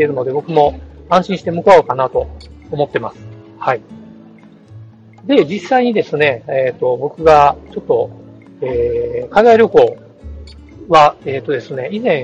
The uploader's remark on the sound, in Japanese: 海外ゲームショー遠征スロバキア編「#01 いざ羽田から出発」。今回はスマホ収録の為、音声が非常に聞き取りづらくなっています。